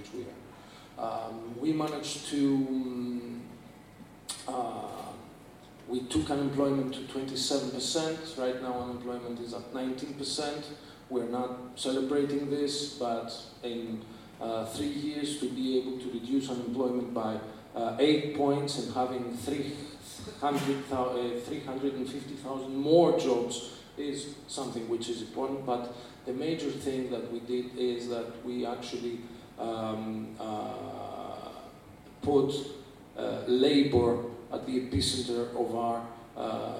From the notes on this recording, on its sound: Bad audio quality. Apologies for the slightly dodgy audio quality here. Due to technical issues we had to rely on a back up recording.